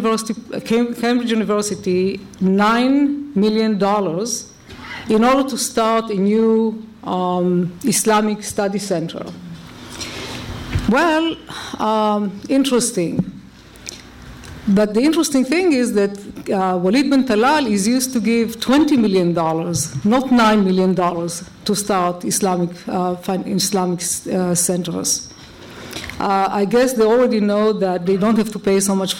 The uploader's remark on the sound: a conference held by The New Criterion and the Foundation for Defense of Democracies